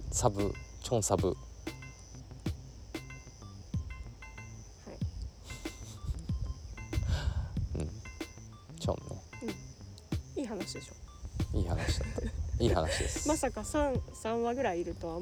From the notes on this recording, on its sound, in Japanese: 今週は、芋掘りがてらの収録。